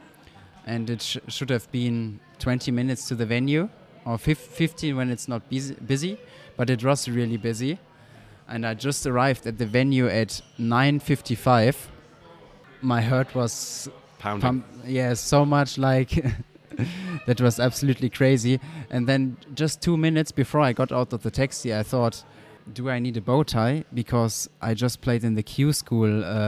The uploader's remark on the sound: Recorded at the Snooker Shoot Out in Watford.